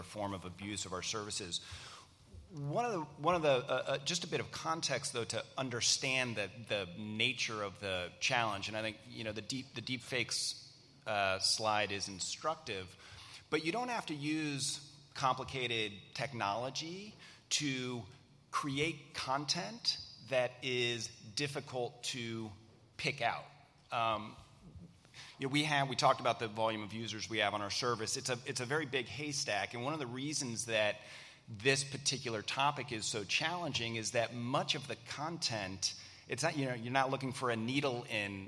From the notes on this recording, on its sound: Social Media: 2020 LIVE at the Annual Conference. At the 28th Annual Review of the Field of National Security Law Conference.